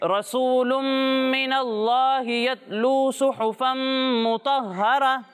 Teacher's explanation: اس میں جلالت کے لام سے پہلے زبر ہے، لہٰذا یہاں پر لام کو پر پڑھنا ہے، یعنی موٹا کر کے پڑھنا ہے